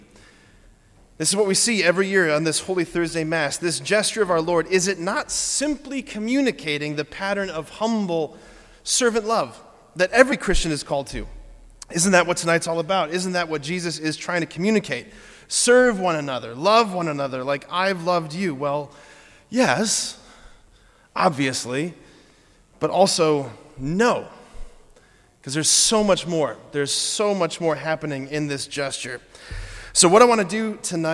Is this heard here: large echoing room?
yes